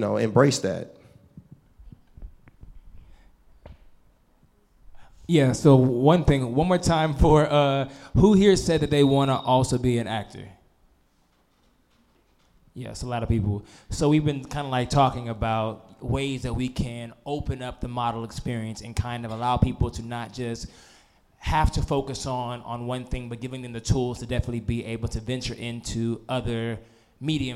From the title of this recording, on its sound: Live Panel